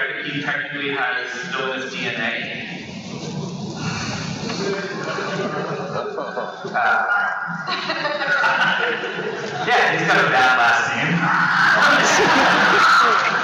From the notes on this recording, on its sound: A fun panel that we attended while at the convention and give you the feeling of being there. On this one you get a panel hosted by TV Guide magazine for CW's "The Flash" tv series from WONDERCON 2015.